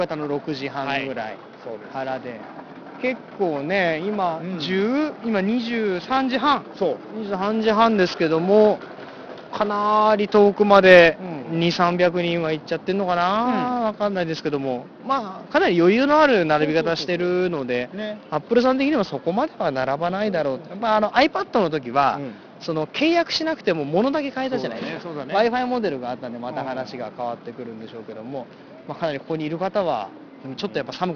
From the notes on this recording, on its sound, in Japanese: Apple Ginzaで並びましょ！今回は外での収録のために音質がいちじるしく悪いですがご了承下さい。Apple Ginza に延々と伸びるiPhone 4Sの行列。